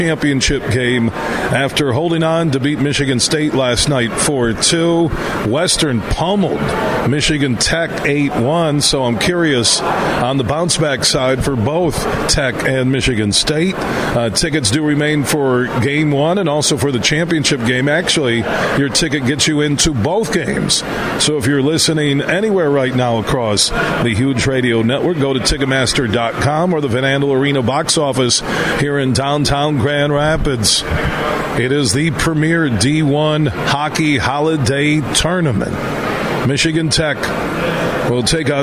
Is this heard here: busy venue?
yes